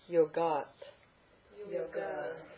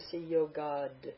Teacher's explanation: It's a dental ta changing to a da because of the following soft consonant · Shown in: second take